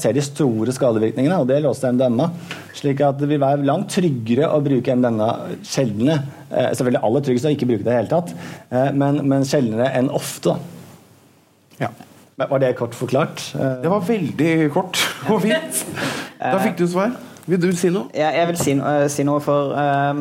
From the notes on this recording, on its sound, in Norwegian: Podcasten er spilt inn live på Blindern med publikum i salen.